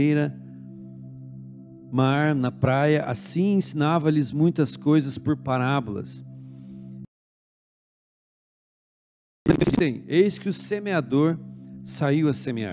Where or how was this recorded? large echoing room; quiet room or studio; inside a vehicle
large echoing room